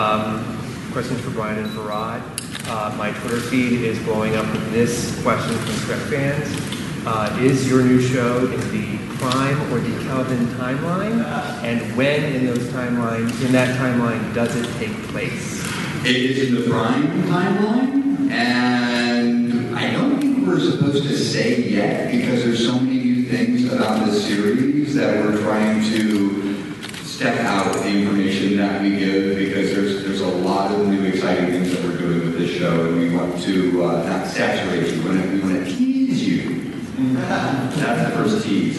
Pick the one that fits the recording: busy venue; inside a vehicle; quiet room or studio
busy venue